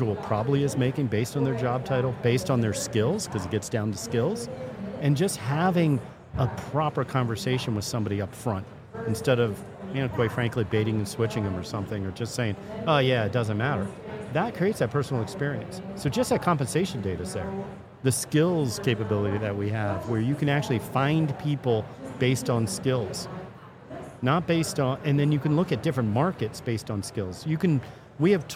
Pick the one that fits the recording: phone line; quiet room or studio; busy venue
busy venue